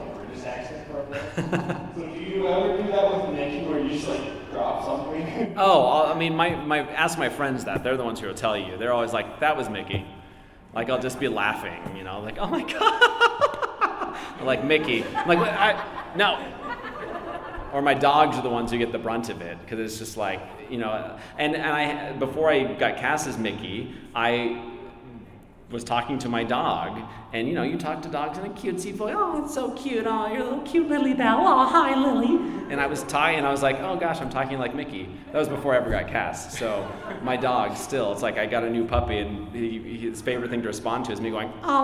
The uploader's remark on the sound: Live from FanX in Salt Lake City. Recorded live at FanX in Salt Lake City.